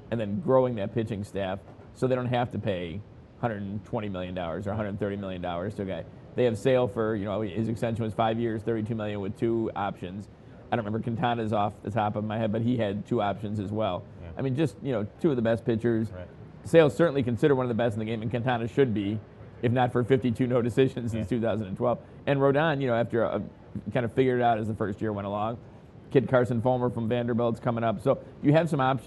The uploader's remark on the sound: live in Nashville at the Winter Meetings